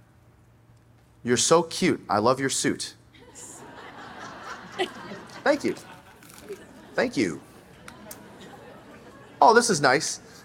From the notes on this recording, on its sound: Join us live on stage. Every year, the Glover U audience has the opportunity to "stump the chump".